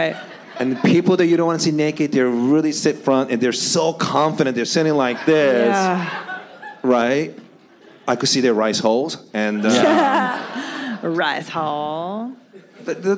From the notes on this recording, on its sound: This is the second live podcast we did on this evening at The Irvine Improv.